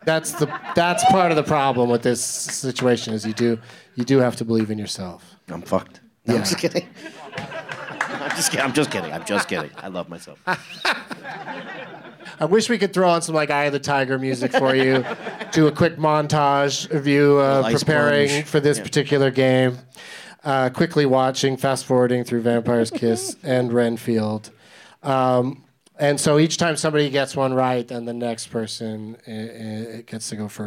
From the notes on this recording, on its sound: Live from the Dynasty Typewriter in Los Angeles